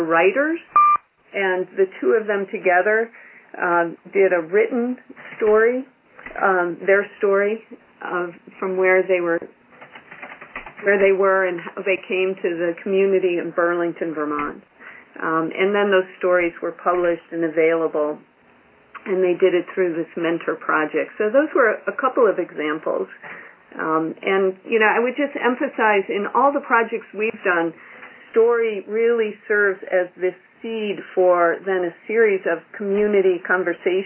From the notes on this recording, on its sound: Call recorded on January 26, 2012.